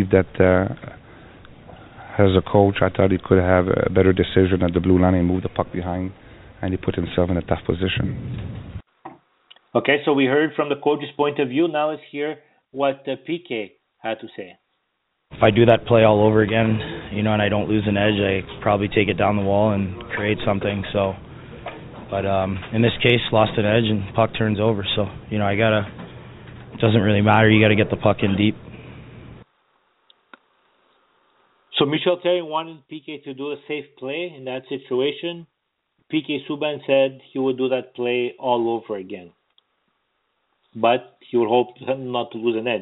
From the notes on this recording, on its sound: we take your phone calls